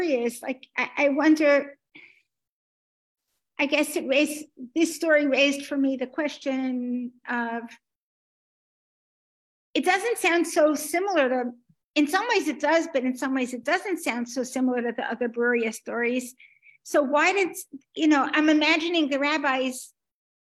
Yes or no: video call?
yes